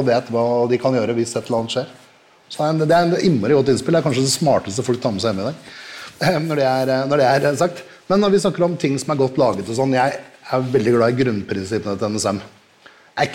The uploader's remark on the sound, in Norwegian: Live fra Kristiansand. Ukens episode er en liveutgave fra Kristiansand.